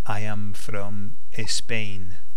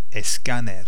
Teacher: Okay, so it's virtually the same word, it just has to have an E on the front, and this is because in Spanish pronunciation, the Spanish cannot say a word that begins with an S, which is followed by a consonant, without putting E in front. That's why you'll hear Spanish people saying, when they're talking in English, they'll say, I am from Spain.